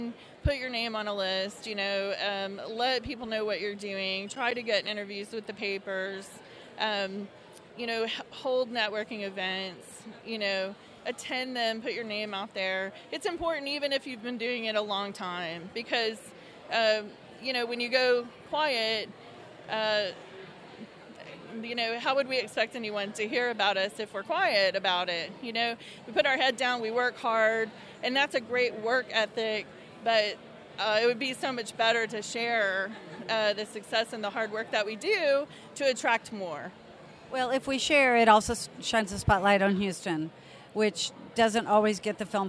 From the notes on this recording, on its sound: before the start of the 2019 TXMPA IMPACT awards